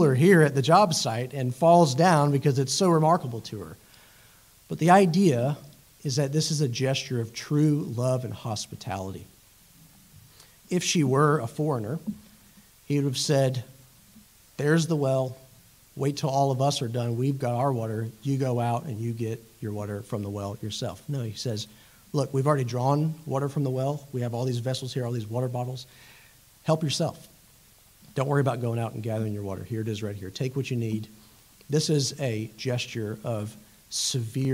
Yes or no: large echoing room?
yes